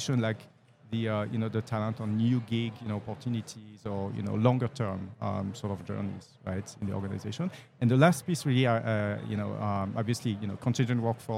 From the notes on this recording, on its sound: Live at the HR tech 2022 conference